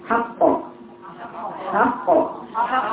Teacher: الصوت بجد اللي هي عباره عن ايه تصادم وتباعد على شكل لما تيجي تقراي القاف بتعملي تصادم في عضو الحركه · Term: القلقله